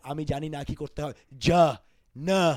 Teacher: a Bengali will be more hard on the D and the H, and it will be more clipped. They don't linger on vowels. · Term: Bengali accent